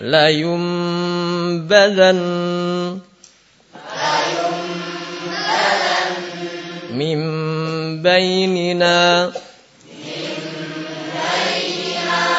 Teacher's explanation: Tanwin atau nun sukun sebagai judulnya itu berjumpa dengan ba. Yang benar membacanya bibir menempel. Nah, kedua-duanya ya, apa terjadi bersentuhan. · Term: iklab